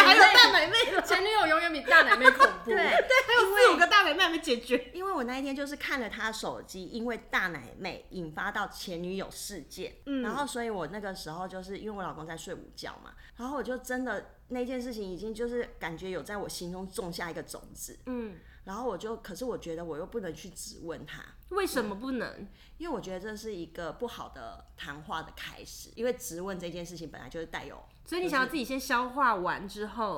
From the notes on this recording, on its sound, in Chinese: 本集聽起來會有一點剪接感。為讓收聽感更流暢，所以我就做了一些剪接 但還剪得不夠好。我的笑聲真的太大聲了 用耳機收聽的人務必小心。